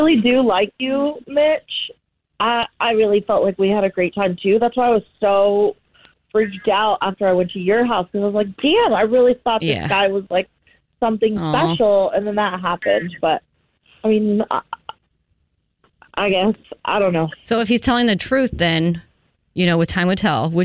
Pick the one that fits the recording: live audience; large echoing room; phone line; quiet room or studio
phone line